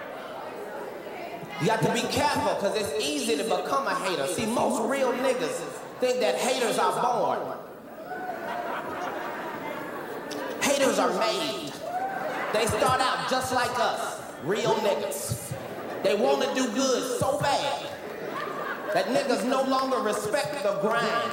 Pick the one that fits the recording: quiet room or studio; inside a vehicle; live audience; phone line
live audience